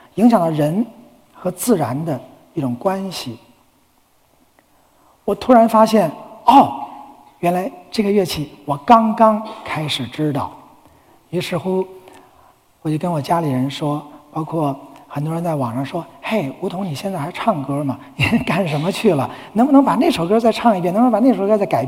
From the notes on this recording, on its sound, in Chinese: 一席现场